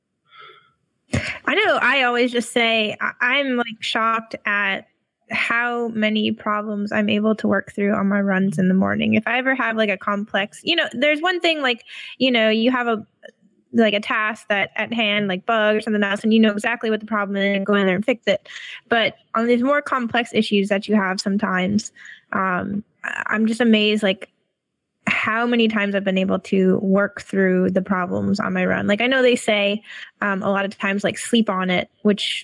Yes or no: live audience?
no